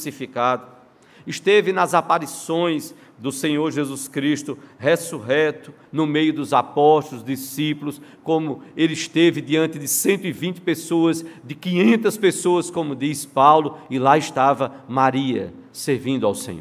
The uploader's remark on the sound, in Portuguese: no culto presencial e transmitido ao vivo